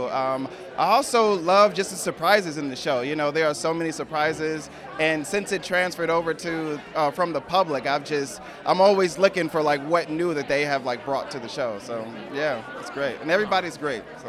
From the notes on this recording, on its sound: LIVE from Fat Ham Broadway Opening! On the Fat Ham Broadway opening night red carpet.